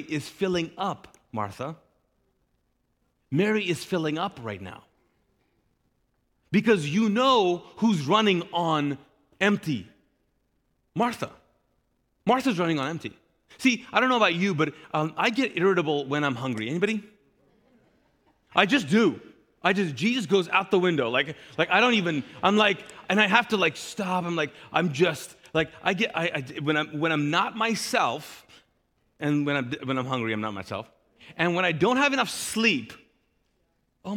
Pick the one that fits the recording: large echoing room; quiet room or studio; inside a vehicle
large echoing room